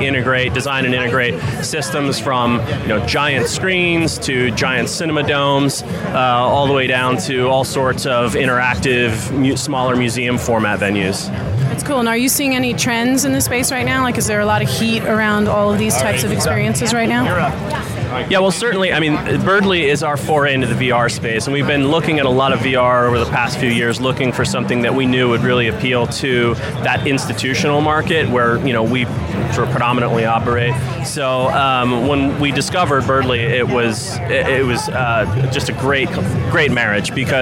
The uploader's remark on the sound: Live From The Show Floor of VRLA 2018.